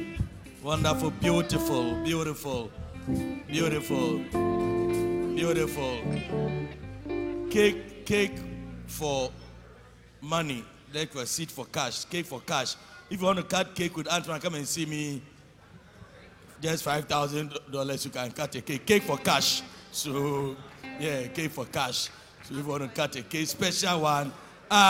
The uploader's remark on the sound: Preached at Loyalty House International, Accra Ghana